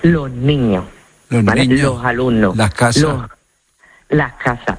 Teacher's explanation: pues en lugar de pronunciarla con la S, lo que hacemos es aspirarla · Term: la aspiración